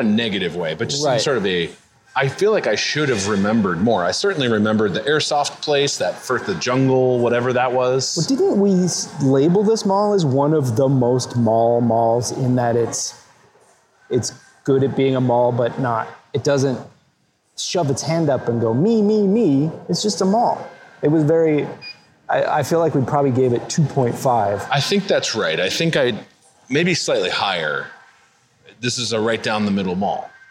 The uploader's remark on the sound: Walk a local mall and rate its retail flair, culinary offerings, and audio recording policy violation response time.